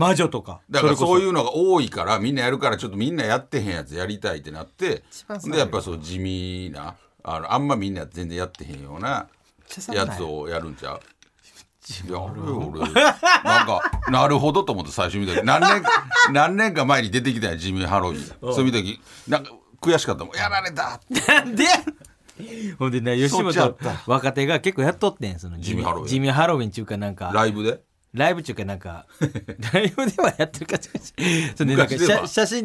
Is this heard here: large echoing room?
no